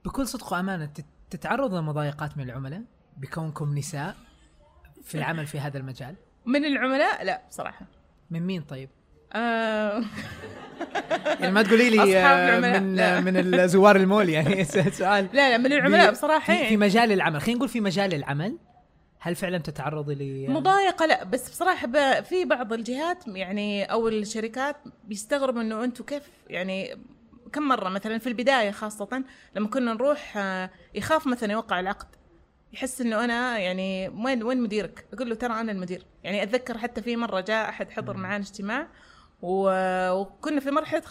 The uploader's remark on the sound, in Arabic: قمنا بدعوة المستمعين للحضور لفعالية تسجيل حلقة بودكاست بصراحة